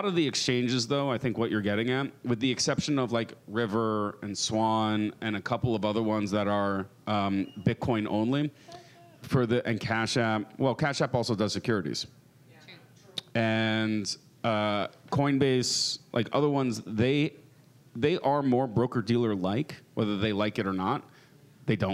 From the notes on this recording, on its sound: Live from Pubkey NYC!